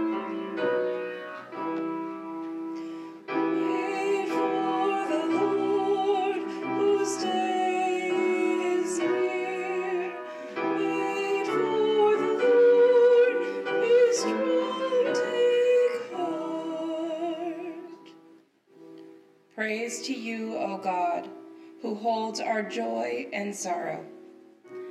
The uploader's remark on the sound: Resurrection Lutheran Church - Sunday Service. Juneau Live!